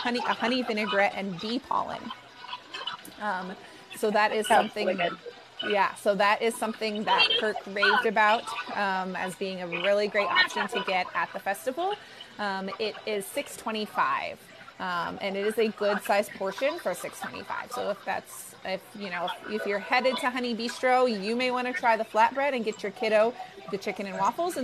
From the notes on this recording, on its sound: Epcot's Flower & Garden Festival. We go LIVE on location at Epcot for this visually stunning festival.